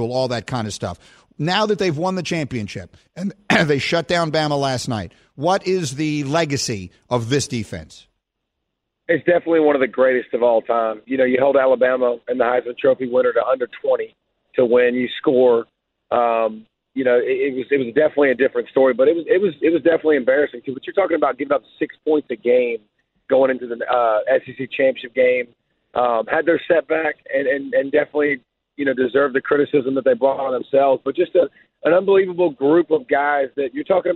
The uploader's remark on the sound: we open the phones